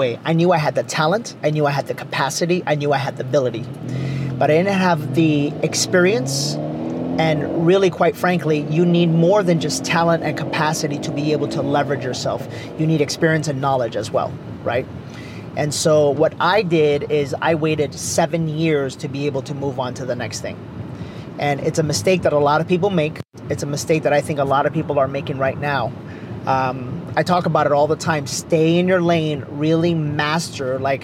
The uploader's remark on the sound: Were in the car.